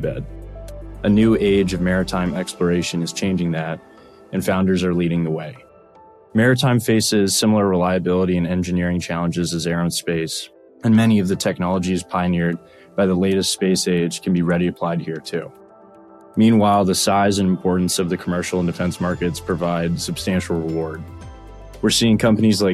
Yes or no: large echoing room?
no